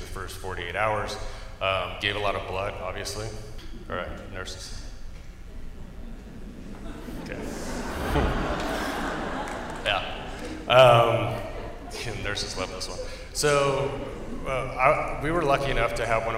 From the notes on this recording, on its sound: OCFA's Vegas Strong After Action Conference. Four presentations were given at the conference and are being presented in podcast-form here.